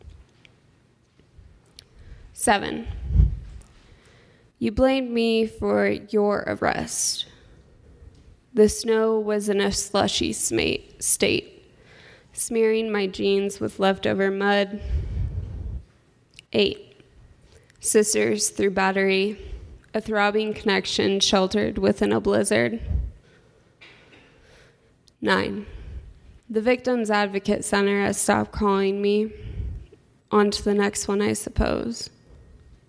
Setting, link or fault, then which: setting, live audience